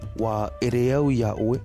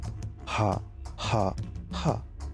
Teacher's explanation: il faut souffler le H, comme lorsque l'on rigole · Shown in: second take